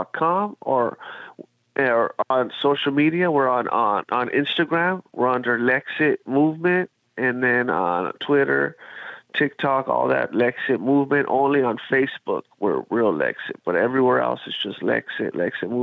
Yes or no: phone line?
yes